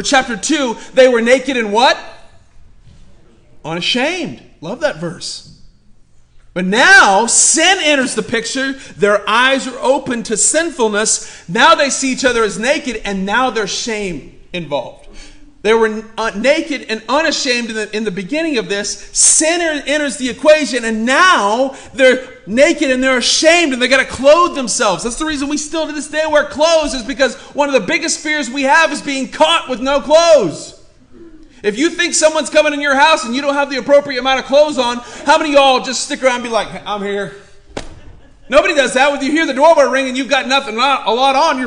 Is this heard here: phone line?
no